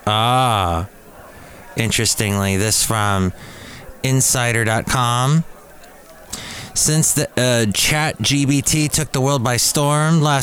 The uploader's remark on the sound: podcasts live from Cafe Anyway